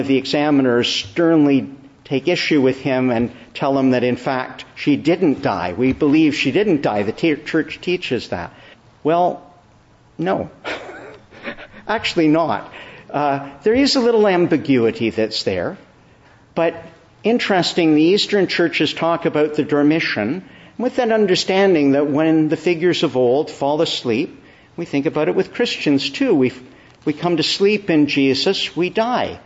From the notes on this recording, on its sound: Evening Service. Preached in the Church of the Annunciation of the Blessed Virgin Mary.